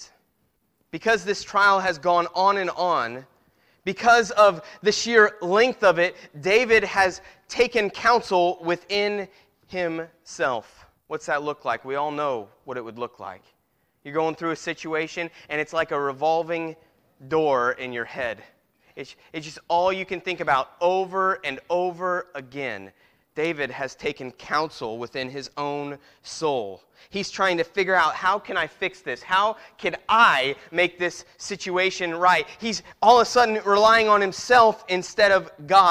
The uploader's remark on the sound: Preached at Christian Fellowship Church, Peru Indiana.